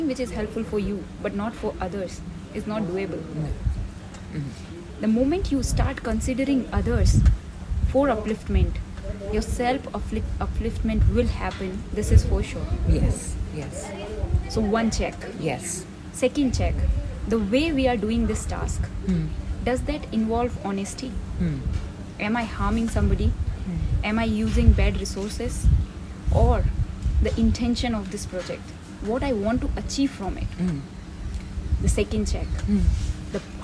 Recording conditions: sounds in the background